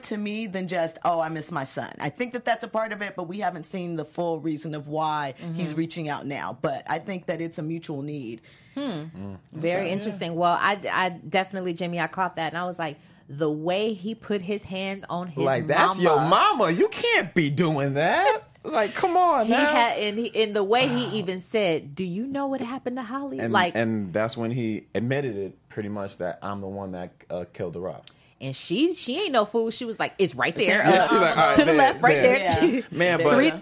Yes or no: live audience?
no